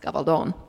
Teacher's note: were we speaking Spanish, it would be pronounced Gabaldon, hence the long O in the last syllable